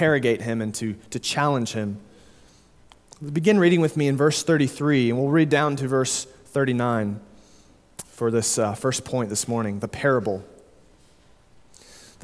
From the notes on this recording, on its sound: Sermon delivered at Immanuel Baptist Church in Springdale, AR on October 9, 2022